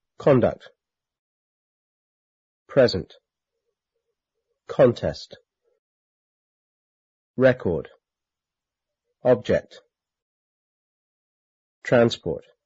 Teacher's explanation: As nouns, the stress is on the first syllable.